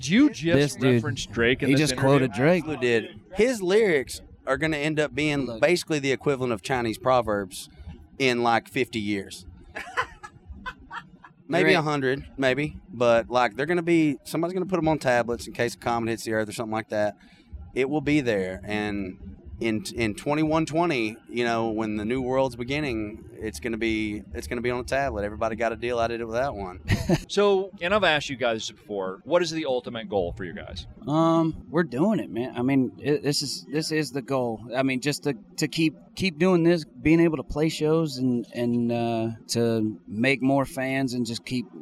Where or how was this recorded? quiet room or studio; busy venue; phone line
busy venue